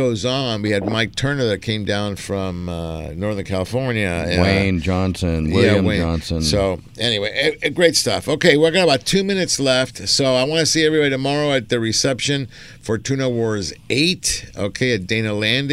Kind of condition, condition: setting, busy venue